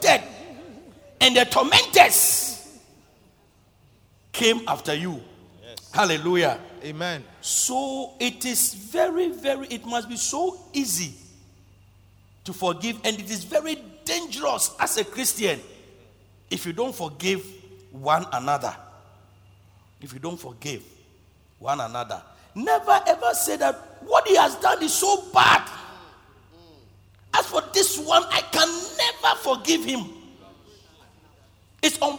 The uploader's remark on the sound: Preached at Loyalty House, Abbey, Dahwenya